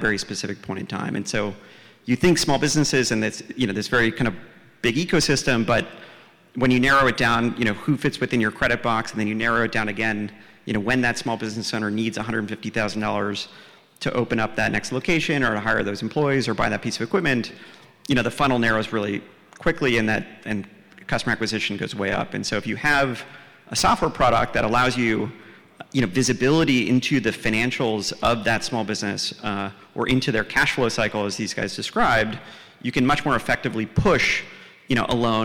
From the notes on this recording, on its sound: This recording is from Fintech Nexus USA held at the Javits Center in New York City.